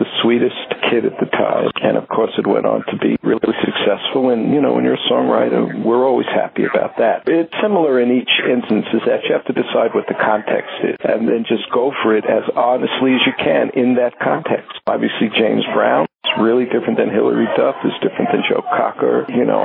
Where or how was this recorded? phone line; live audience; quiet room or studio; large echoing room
phone line